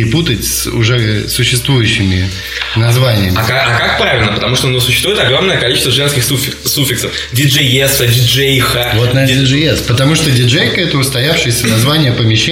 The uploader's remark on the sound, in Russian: Запись стала лучше, но появилось эхо.